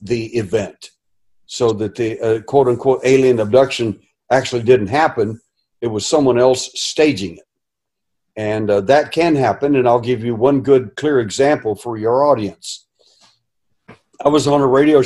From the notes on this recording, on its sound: Food Forest Abundance Zoom Meeting